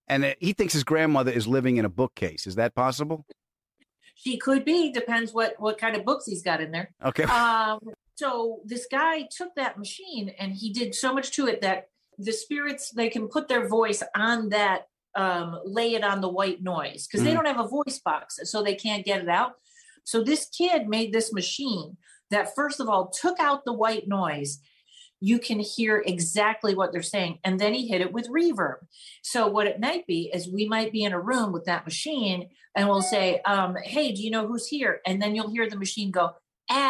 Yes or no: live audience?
no